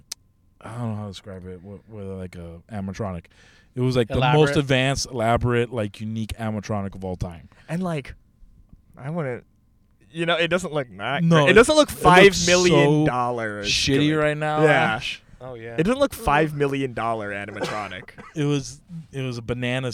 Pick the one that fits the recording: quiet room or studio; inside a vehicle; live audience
inside a vehicle